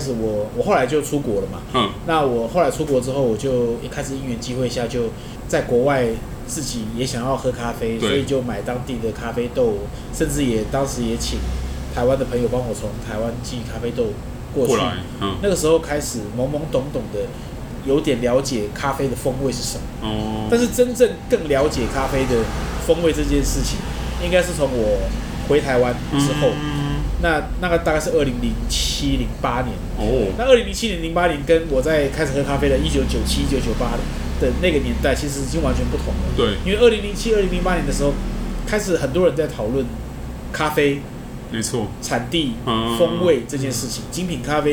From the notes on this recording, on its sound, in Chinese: 本集白噪音指數：蚊風級 1/5。錄音地點： 一步一步來 - Kopi Ibrik。